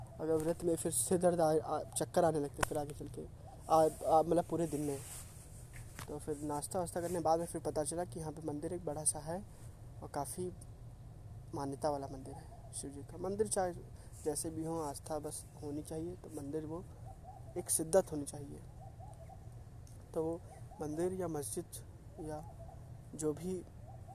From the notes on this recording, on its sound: Podcast is recorded in open area at garden so you will listen the March air and the birds voices